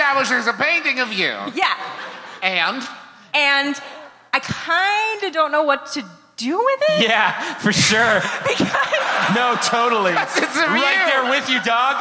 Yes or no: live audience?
yes